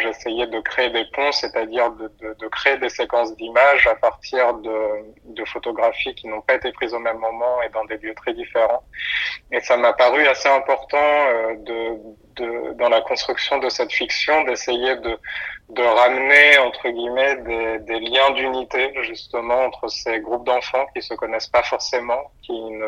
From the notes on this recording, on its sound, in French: Par téléphone entre Marseille et Paris.